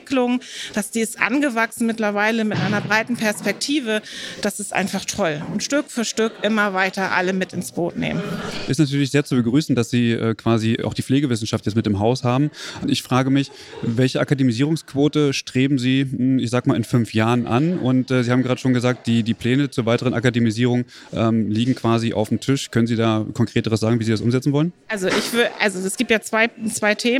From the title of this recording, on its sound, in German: Live vom Spotlight Pflege